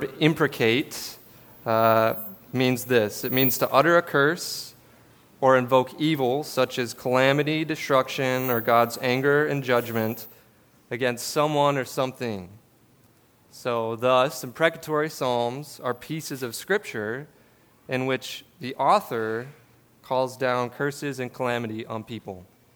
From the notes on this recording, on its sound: This sermon was preached at River City Church in Fargo, ND on August 14, 2022.